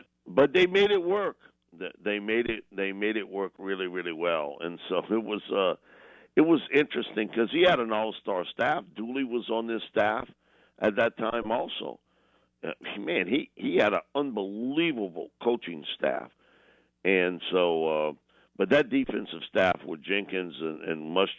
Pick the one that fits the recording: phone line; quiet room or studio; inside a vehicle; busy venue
phone line